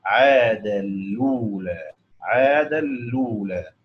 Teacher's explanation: بينقل حركه ضمه الهمزه الى اللام قبلها · بيقرأ بنقل حركة الهمزة إلى الساكن قبلها اللي هو التنوين